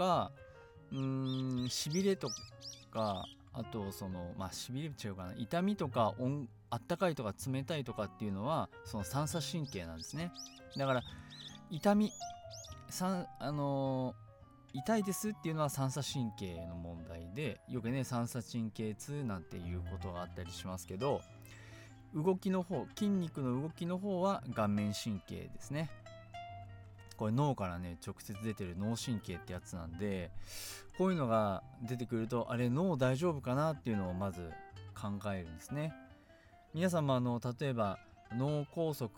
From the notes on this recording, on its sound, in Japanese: 今回はいい天気の時に庭で録音しました。鳥の鳴き声が入っていますがBGMと思って聴いてください。